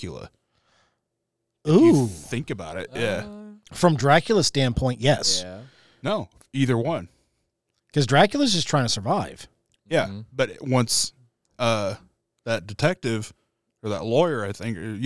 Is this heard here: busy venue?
no